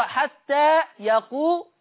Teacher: قرأ ورش بضم اللام في لفظ يقول